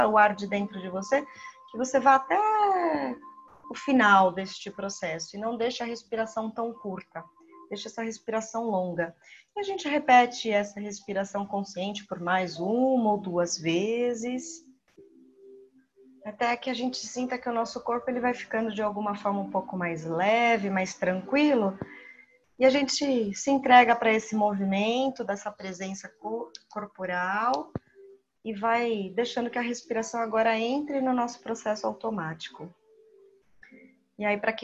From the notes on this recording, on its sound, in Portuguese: Trecho extraído da meditação no grupo online dia 2 de abril de 2020 (via plataforma Zoom)